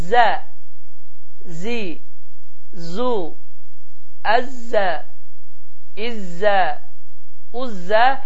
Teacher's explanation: Və bu hərfin məxrəci dilimizin uc hissəsini aşağı kəsici dişlərin kökünə bir az toxundurmaqla Azərbaycan dilində olan Z səsinin tam eynisi kimi tələffüz olunur və tələffüzü bu cürdür: Zə, Zi, Zu, Əzzə, İzzə, Uzzə deyə tələffüz olunur.